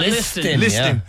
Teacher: You don't hit no T in listen.